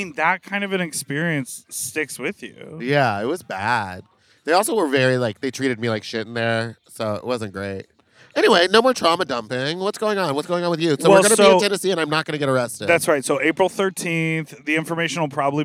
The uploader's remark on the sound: Sit in folding chairs in a parking lot in direct sunlight and record this show. Get ready for some shouting and screaming.